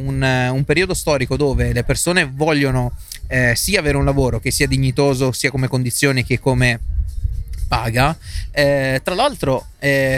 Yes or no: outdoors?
yes